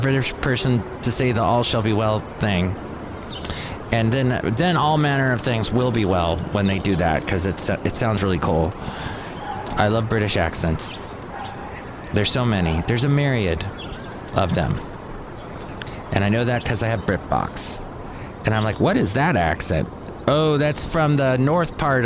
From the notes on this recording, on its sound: podcasts live from Cafe Anyway